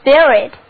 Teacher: 注意这里辅音在 s 后面发音浊化了，读作 b